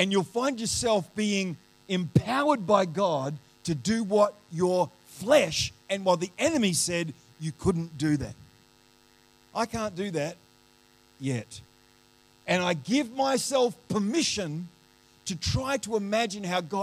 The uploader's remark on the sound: The live stream of Destiny Church Atherton